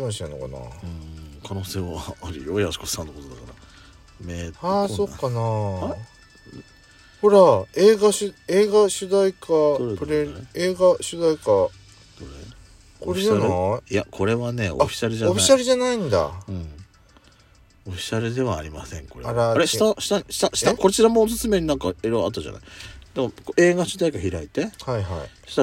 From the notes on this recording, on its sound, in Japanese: パーキング収録